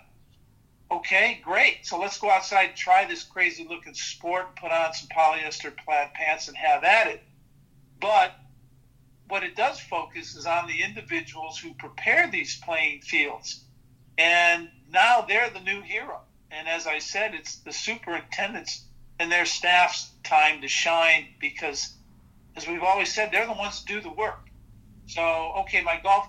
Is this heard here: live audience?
no